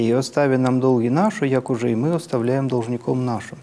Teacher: взлет на слове «мы», и это слово ударное